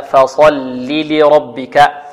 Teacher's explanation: ونرقق الفاء ونفخم الصاد هكذا